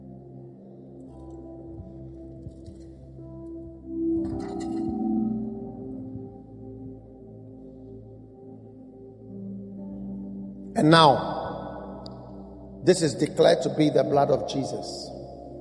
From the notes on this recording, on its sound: Preached at the First Love Center, Accra.